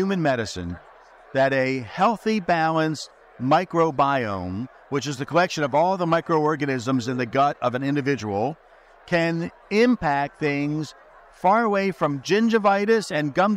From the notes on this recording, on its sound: Our first program today features more conversations recorded at NAFB's Trade Talk event.